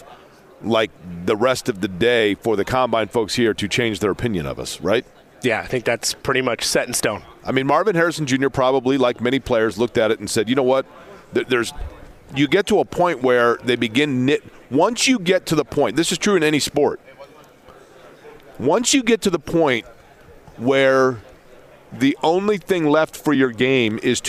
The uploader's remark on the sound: from Radio Row at the NFL Combine